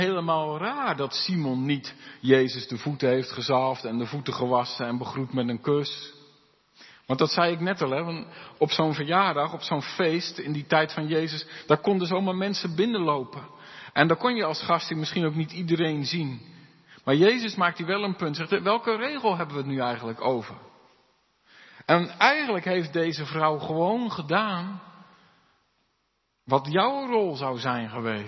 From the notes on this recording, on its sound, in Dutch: De preek is op 12 februari 2023 opgenomen in De Hoeksteen te Haren